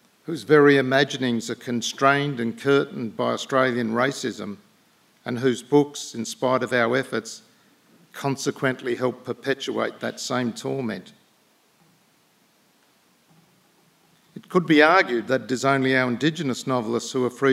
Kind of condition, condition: setting, live audience